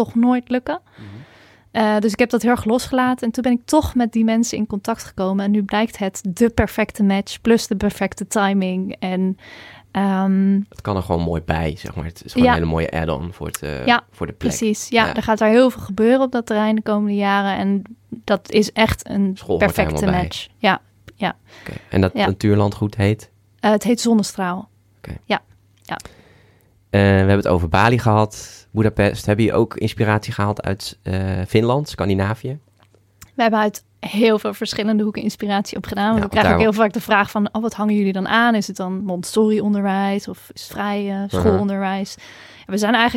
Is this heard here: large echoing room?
no